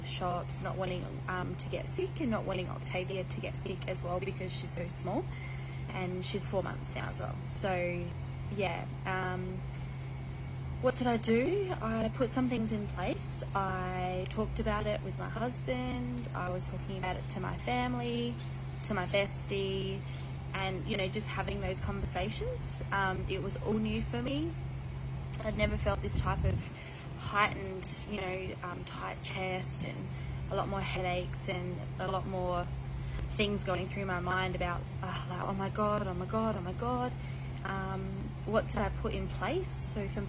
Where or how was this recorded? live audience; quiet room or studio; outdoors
outdoors